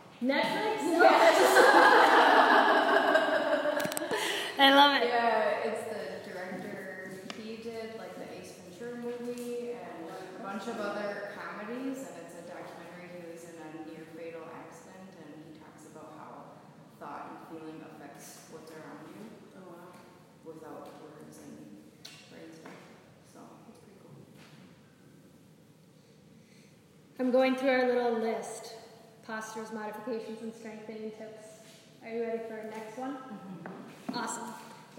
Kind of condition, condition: setting, live audience